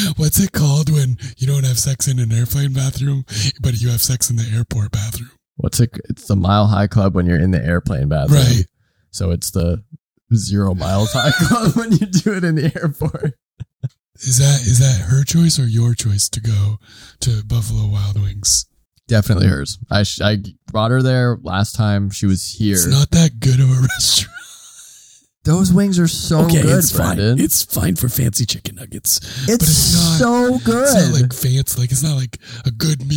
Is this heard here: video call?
no